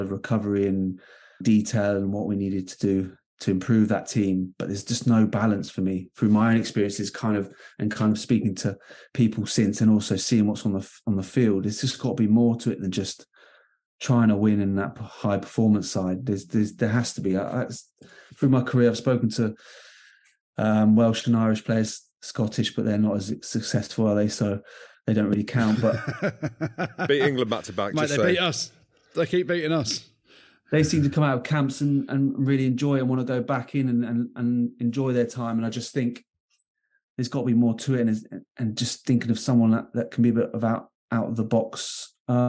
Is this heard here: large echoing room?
no